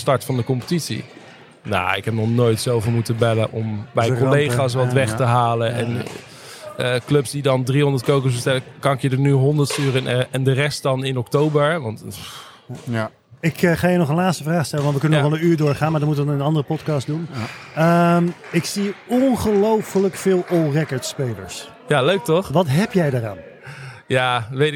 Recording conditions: busy venue